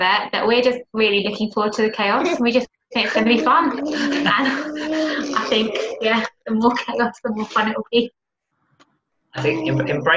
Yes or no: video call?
yes